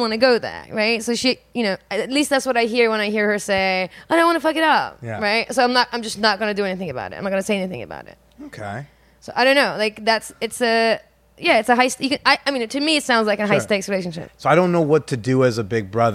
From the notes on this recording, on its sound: LIVE from Oakland. In front of an audience in Oakland. Live show recorded at the Octopuss Literary Salon.